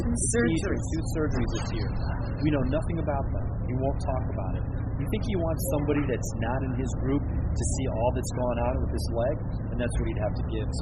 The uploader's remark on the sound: Reporting live from the Hero World Challenge at Albany Golf Club in the Bahamas